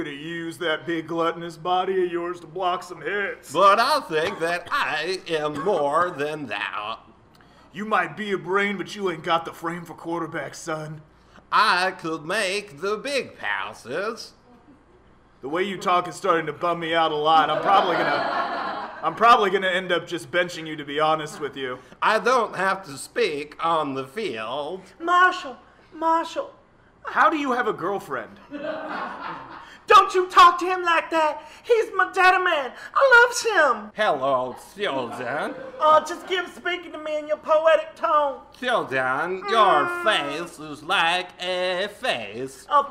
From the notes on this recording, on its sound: Live portions recorded at The Buffalo Room